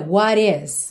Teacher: E o T foi ligado com rarara